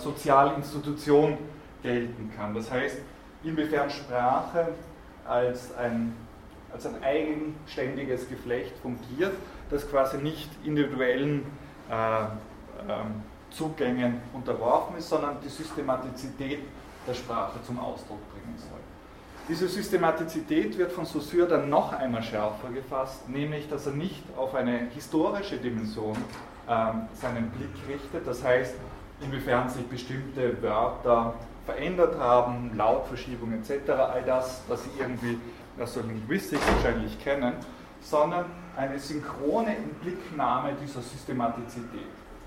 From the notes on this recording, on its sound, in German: Diese Vorlesung wurde von Studierenden aufgenommen